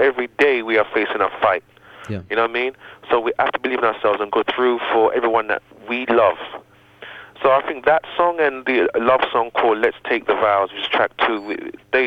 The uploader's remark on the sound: recorded via telephone